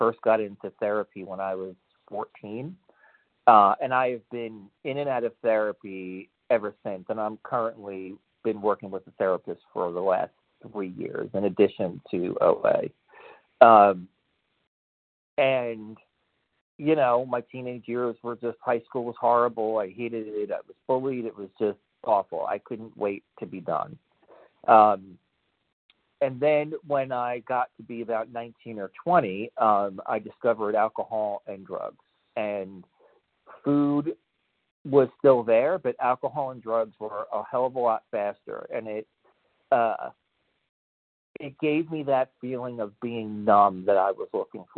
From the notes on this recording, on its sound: 100 Pounders Phone Meeting